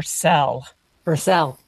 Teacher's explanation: And it's that L, it's called neutralization before L, which causes vowels to kind of fall in together · Term: feel-fill merger